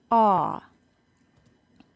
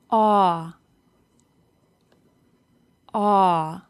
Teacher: The lips are open and rounded. The jaw opens. The middle area and tip of the tongue are pushed low, and the back of the tongue is raised and pushed back.